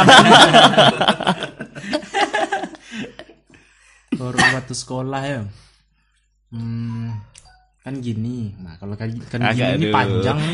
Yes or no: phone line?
no